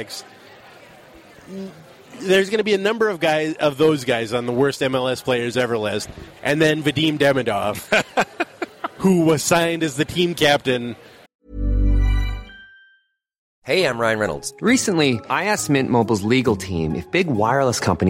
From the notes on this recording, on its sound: meet up at Surly